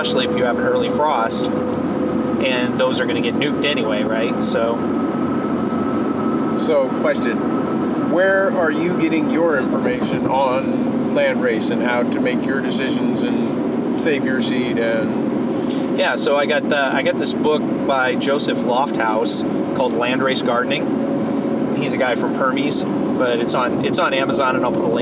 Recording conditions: inside a vehicle